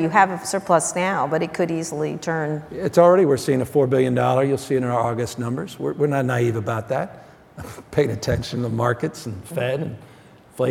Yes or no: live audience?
yes